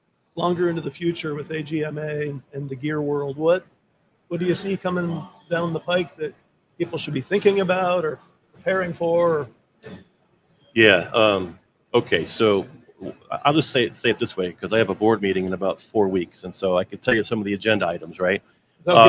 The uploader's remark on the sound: Recorded live from the floor of the Expo at Huntington Place in downtown Detroit! A whole day of livestreamed interviews.